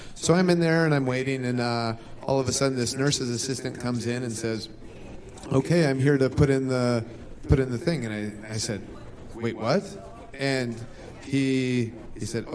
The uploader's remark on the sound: Recorded live at Starrcast VI in Chicago, Illinois.